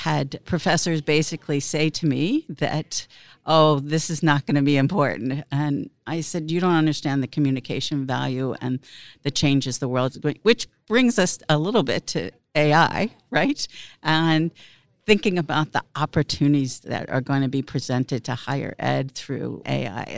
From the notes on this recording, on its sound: This special live episode was recorded on the show floor at the Times Higher Ed Digital US Event held at Illinois Tech in Chicago.